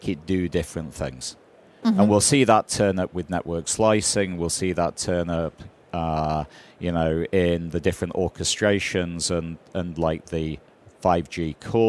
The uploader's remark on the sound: LIVE from MWC 19 in Barcelona